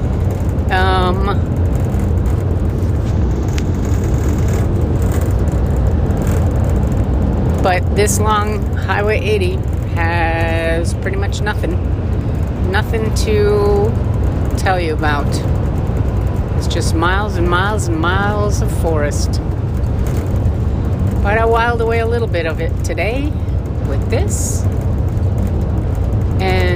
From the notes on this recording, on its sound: Podcasting in my Van. You'll hear the rough road going by underneath, but hey, it's like you're riding along.